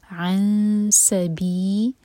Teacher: नेक्स्ट है عن سبيله إنهم، عن امتي نون کے بعد سين، تو یہاں پر ہم کریں گے اخفاء، اور اس طرح نون کی آواز کو چھپائیں گے کہ سین کے لیے زبان تیار کریں گے